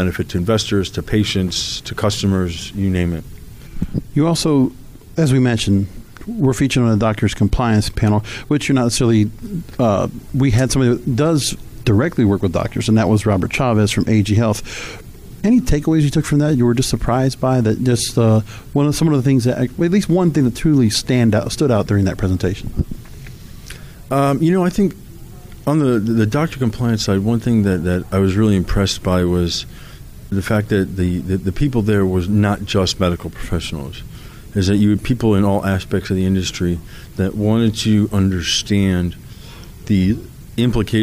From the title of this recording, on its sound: Live From The 2019 USCC Expo